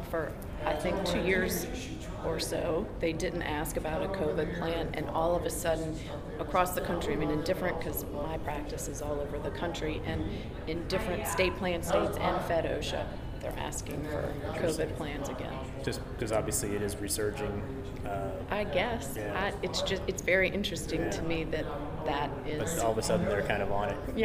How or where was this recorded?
busy venue